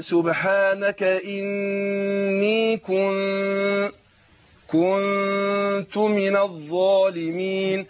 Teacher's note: أنا عايز أخفي النون عند التاء